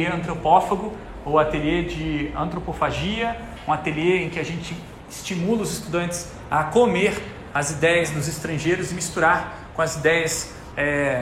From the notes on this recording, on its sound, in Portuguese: Aula gravada na disciplina Psicologia 1 do Bacharelado em Design da UTFPR.